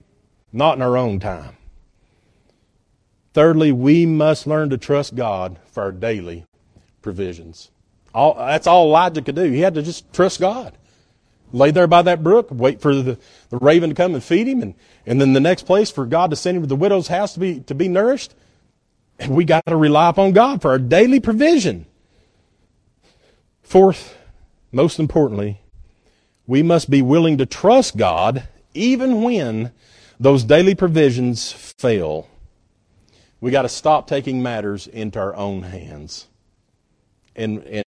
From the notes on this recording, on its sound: at Northside Baptist Church-in Knoxville, TN